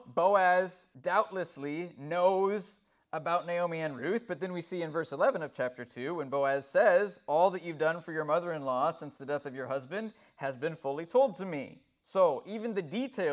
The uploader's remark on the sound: This sermon was delivered IN PERSON since the beginning of the Corona Virus pandemic as regulations continue to loosen up.